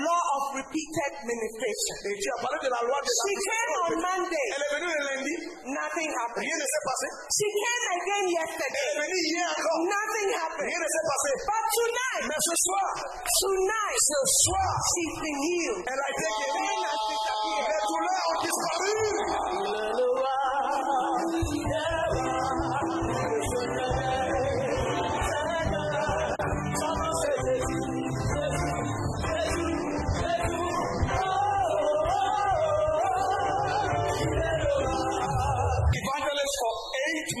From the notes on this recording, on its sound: Preached at the Healing Jesus Crusade June 2023, Libreville-Gabon.